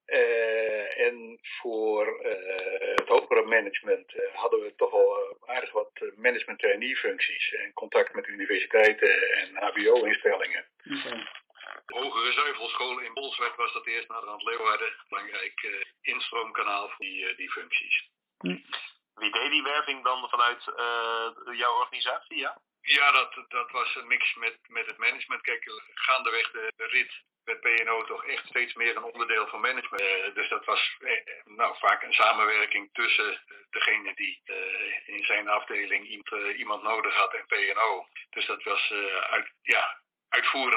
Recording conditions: poor sound quality